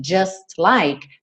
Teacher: Do S você já vai direto pro L.